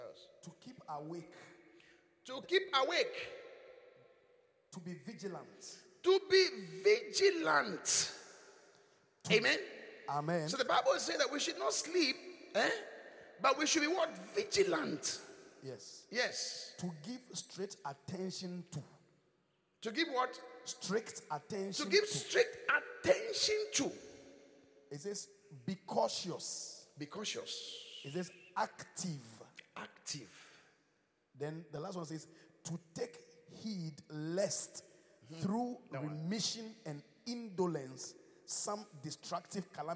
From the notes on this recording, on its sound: Preached at the Qodesh